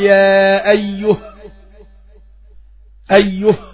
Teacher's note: يبقى أنا وقفت بالهاء الساكنة لأن ما فيش فيها ألف